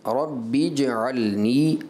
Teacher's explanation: جیم کی جو ادائیگی ہے کلکلہ کے ساتھ ہے. کلکلہ درست تھا آپ کا، لیکن مجھے ایسا لگا کہ اردو کا ایک حرف ہے چے، جیم میں آپ نے شاید چے کی آمیزش کر دی، ایسا مجھے لگا.